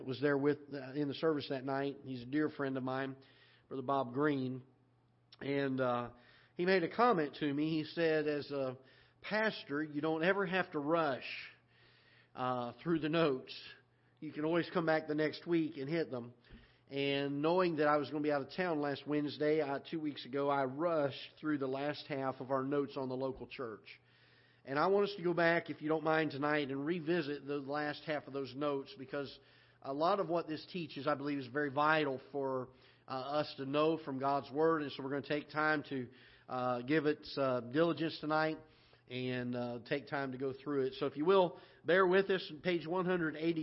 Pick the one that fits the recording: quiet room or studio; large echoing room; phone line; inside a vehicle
large echoing room